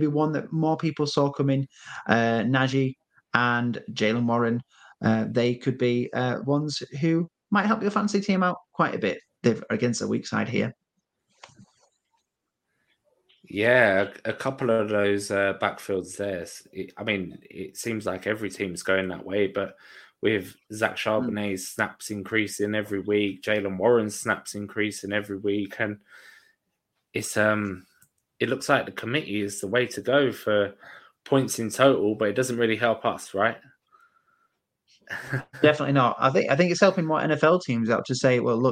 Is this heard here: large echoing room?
no